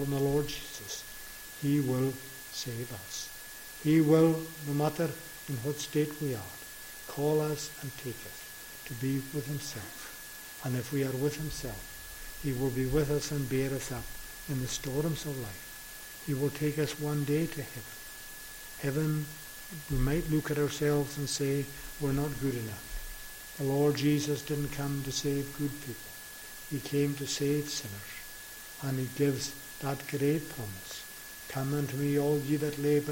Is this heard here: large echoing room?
yes